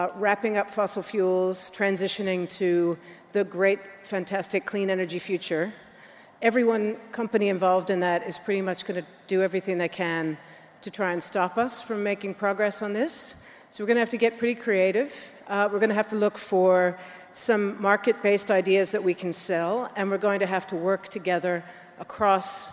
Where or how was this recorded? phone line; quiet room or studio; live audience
live audience